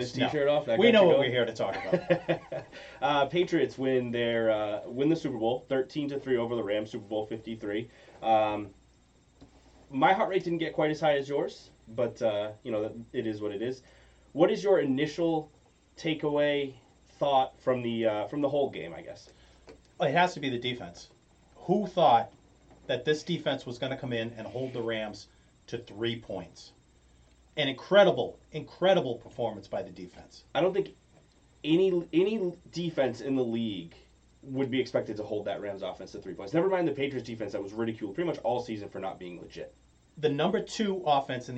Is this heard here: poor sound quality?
yes